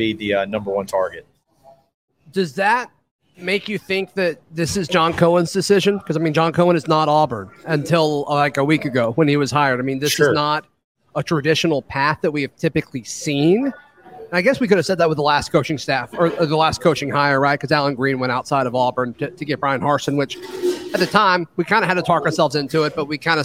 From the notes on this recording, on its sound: live from Barberitos near the Auburn Mall